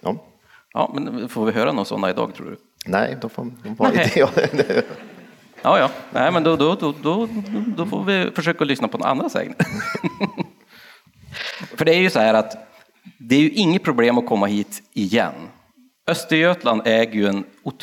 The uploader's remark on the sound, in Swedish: LIVE hos Östergötlands museum. Ett stort och varmt tack till alla 250 personer som kom och lyssnade på vårt uppträdande på Östergötlands museum.